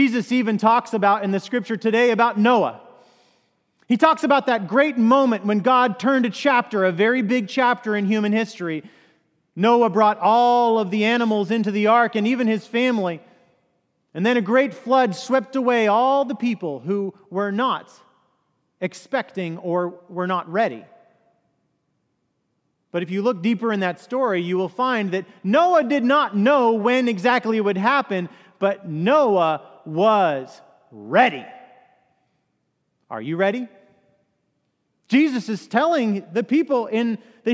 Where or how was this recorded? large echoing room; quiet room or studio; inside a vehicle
large echoing room